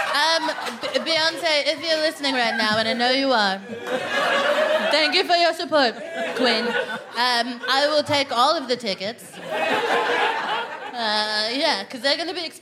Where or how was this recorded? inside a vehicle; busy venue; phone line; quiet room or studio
busy venue